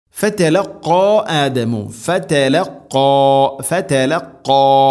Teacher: ഖാഫ് സ്വരഭാരത്തിൽ ഉച്ചരിക്കേണ്ട അക്ഷരമാണ്, ഇസ്തിഇലാന്റെ അക്ഷരമാണ്